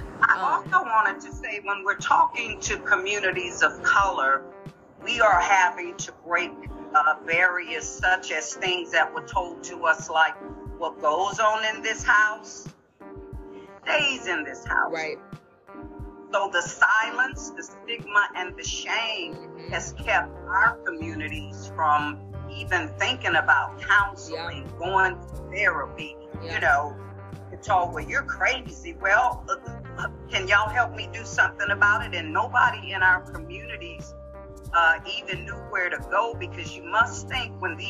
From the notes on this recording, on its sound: Via Zoom